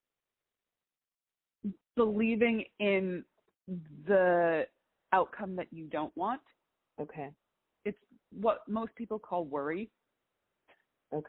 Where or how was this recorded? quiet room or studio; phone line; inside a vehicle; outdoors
phone line